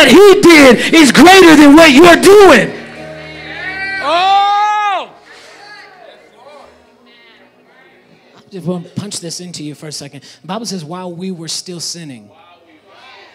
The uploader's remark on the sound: Preached in 2019 at All Nations Worship Assembly San Bernardino.